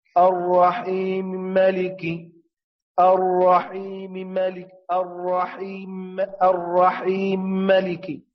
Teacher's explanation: ويمتنع طبعا الغنة لعدم كون الميم مشددة